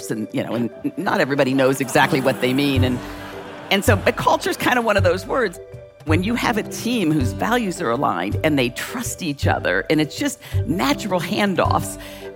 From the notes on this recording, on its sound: Three legendary culture setters come together live on stage at the inaugural Masters of Scale Summit. In the first released recording from the sold-out event. Live-show energy from the stage of San Francisco's Presidio Theatre.